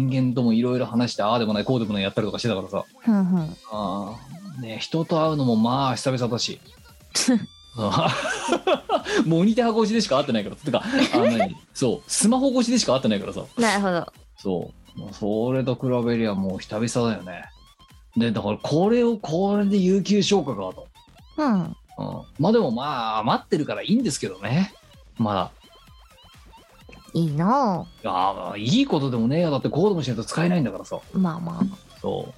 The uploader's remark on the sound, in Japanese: 本番組はリモート収録です。収録時環境の影響により、聴き取り辛い部分があります。途中で色々とノイズ等入りますが、収録時のものです。